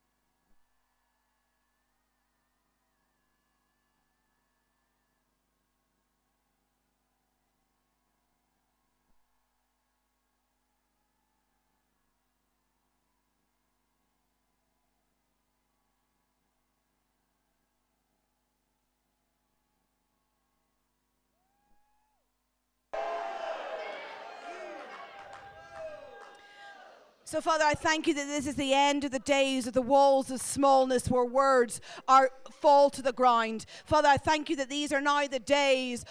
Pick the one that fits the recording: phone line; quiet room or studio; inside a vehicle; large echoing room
large echoing room